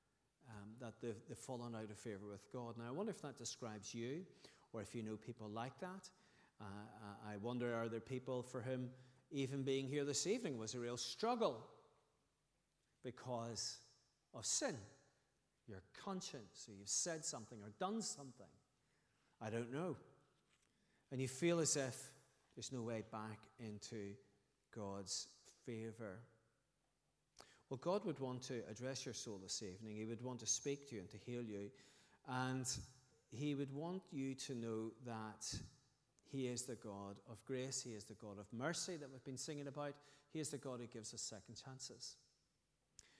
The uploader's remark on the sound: Sunday 20th August 2023 evening service